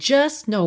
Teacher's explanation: Atenção que você não escutou nada do T. Do S já foi direto pro N.